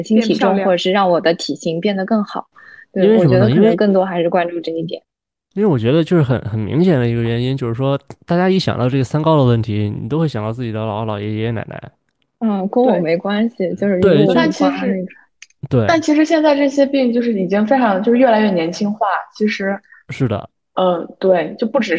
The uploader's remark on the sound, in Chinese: 由于疫情原因，我们转为线上录制，音质有所影响。